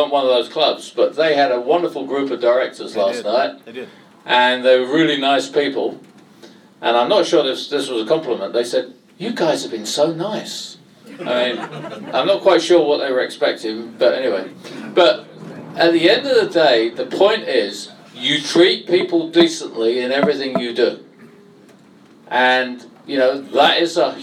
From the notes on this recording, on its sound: Recorded in the Supporters Club. Spoke to a live audience of Leyton Orient fans.